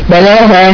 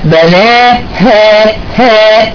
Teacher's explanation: لان الالف برضه بتعتمد على ما قبلها والهاء ضعيفه، فممكن الهاء تتاكل · Shown in: second take · بناها، لا بناها، ها، اضيق المخرج واحقق الصفه قبل ما اخش على المد.